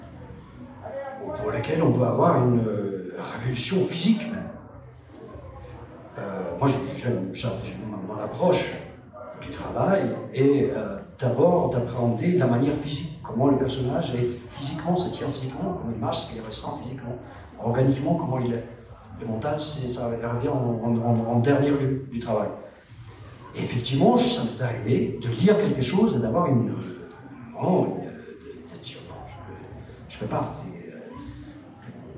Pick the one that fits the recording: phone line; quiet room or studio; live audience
live audience